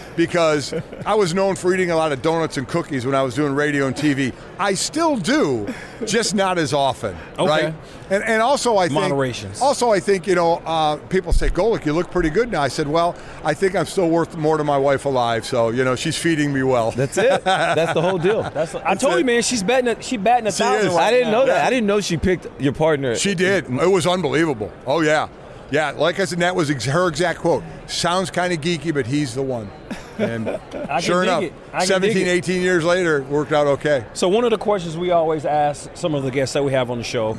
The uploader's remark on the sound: live from radio row for Super Bowl LVII